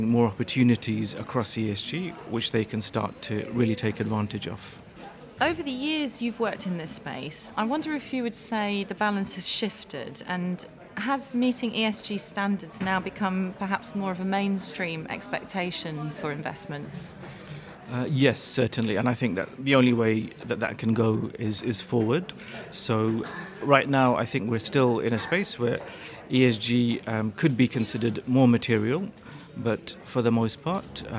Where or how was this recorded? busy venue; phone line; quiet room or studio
busy venue